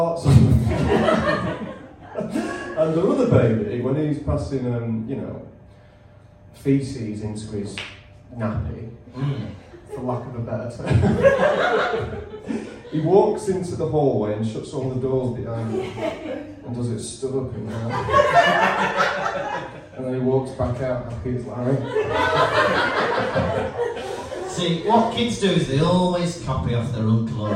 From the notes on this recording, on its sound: in front of a live studio audience